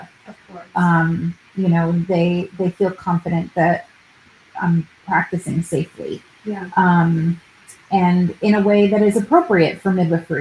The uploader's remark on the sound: Please excuse the poor sound quality and background noises in this episode, which was recorded several months ago when we were still figuring out all of our settings.